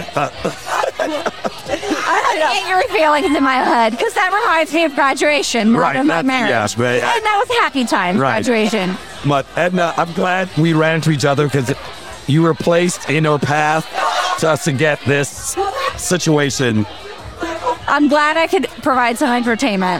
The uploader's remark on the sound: To end this bundle of episodes recorded at American Social, we are going out with a bang! Recorded at American Social Las Olas.